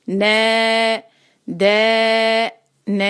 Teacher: تینوں میں ہم نے مد تبعی کرنی ہے دو حرکہ. نَ دَ نَ یہ اس سے چھوٹا نہیں کرنا آپ نے.